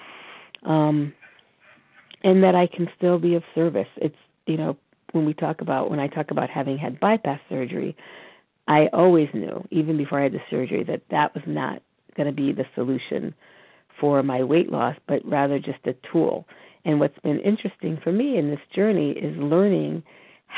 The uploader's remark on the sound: from the 100 Pounders Phone Meeting